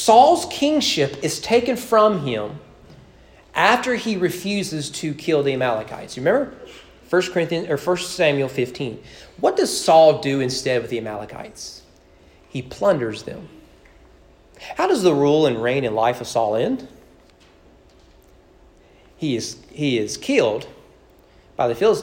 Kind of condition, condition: setting, large echoing room